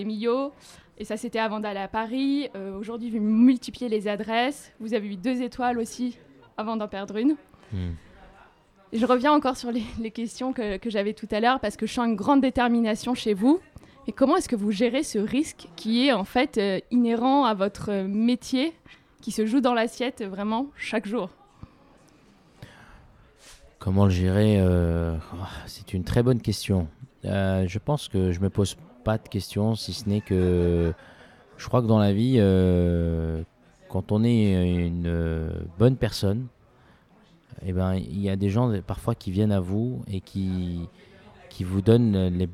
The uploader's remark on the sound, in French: Dans son restaurant éponyme, vous entendrez ainsi les bruits de table et les rires de quelques convives.